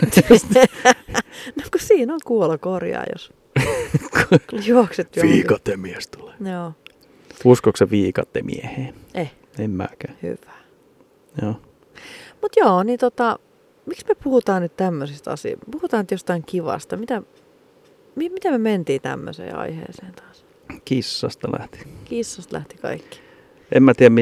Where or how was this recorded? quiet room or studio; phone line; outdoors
outdoors